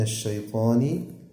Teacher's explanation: الشين من صفاتها التفشي وهو انتشار الهواء بين سقف اللسان وبين اللسان